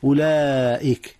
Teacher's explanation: مد متصل يا أستاذنا، حيث وقعت الألف والهمزة في كلمة واحدة